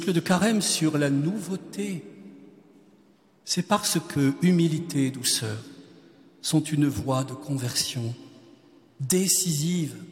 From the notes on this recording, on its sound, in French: Quatrième conférence de carême de Notre-Dame de Paris.